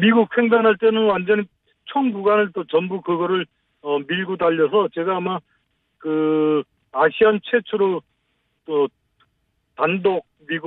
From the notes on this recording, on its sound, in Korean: 전화연결